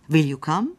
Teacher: Bu durumda İngilizce'de vurgu cümle başında bulunan will soru sözcüğündedir.